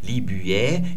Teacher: die Betonung auf dem Y bei dem Land und die Betonung auf dem I der ersten Silbe bei der Person.